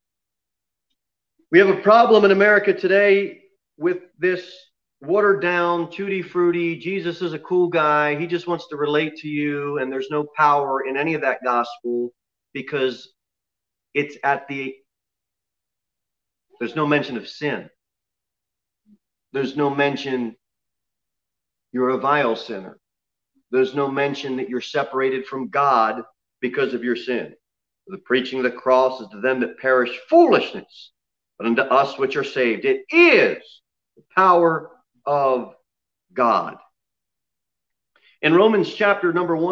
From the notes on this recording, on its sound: Sermon delivered at Pilgrim Baptist Church on Sunday, October 4, 2020, at 6:15 pm. Jere Whitson Rd.